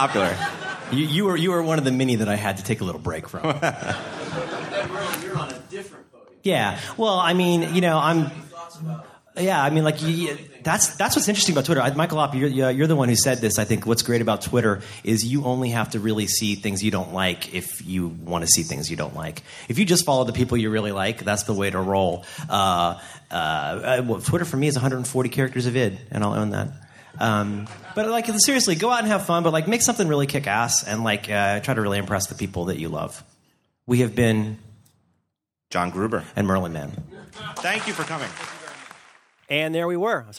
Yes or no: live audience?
yes